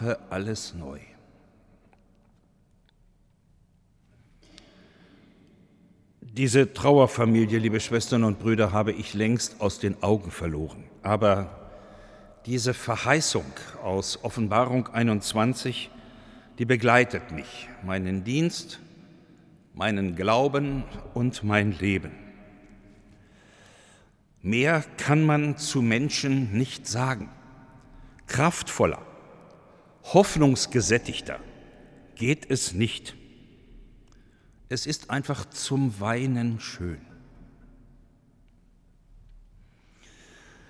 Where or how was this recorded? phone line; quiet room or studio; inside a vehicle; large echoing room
large echoing room